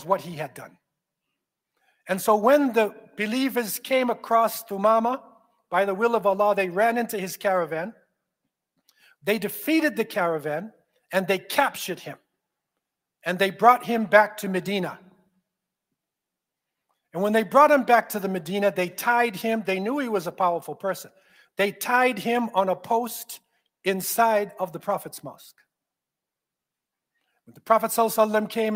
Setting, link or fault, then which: setting, large echoing room